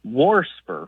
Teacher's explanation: warsper with an extra R thrown in there · Term: R insertion